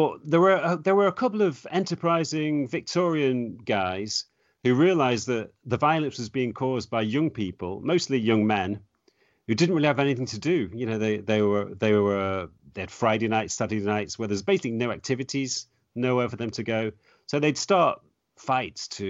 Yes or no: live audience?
no